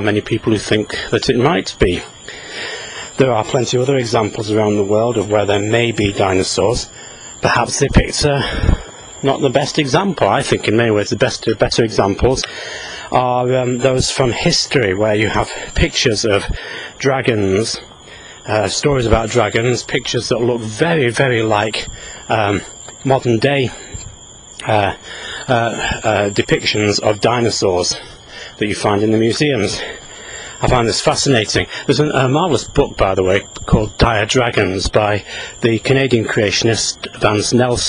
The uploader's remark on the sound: while out walking his dog